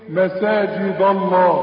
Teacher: فالدال دي هتفخم منك غصب عنك